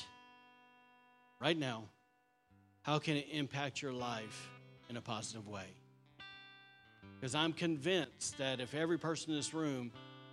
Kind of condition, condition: setting, large echoing room